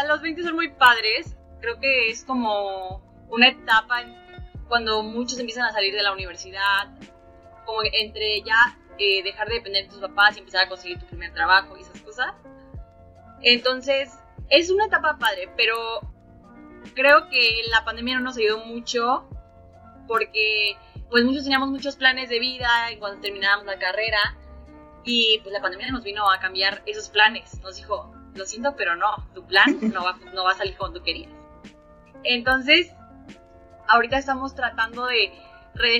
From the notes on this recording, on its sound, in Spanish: Entre fallas de audio, problemas técnicos y crisis existenciales nos animamos a subir nuestro primer episodio.